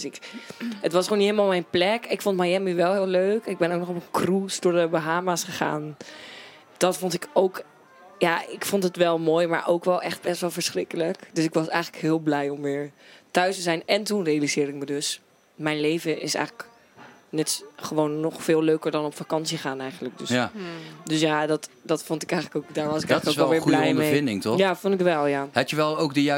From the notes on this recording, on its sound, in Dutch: In de Kleinste Kroeg van Nederland die backstage verstopt staat bij De Vrienden van Amstel LIVE.